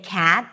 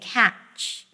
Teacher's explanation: D and T at the end of words, D and T, are pronounced as J and CH. · Shown in: second take